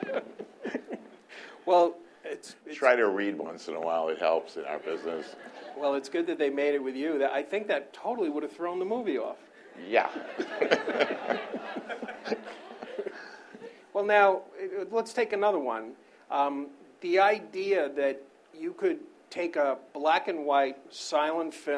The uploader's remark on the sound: spoke to a packed house at the Tribeca Film Festival